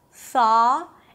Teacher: In this case, the O-U-G-H stands for the ah, as in father vowel. The TH is a soft TH, so the tongue comes out and only air is passing.